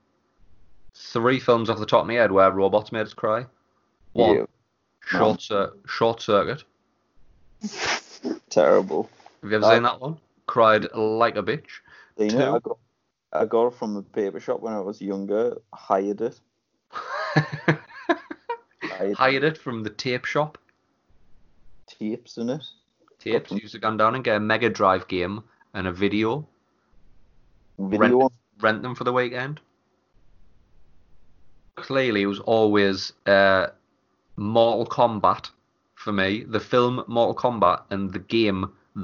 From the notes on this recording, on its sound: Episode 3 of the lockdown. Podcasting over Skype.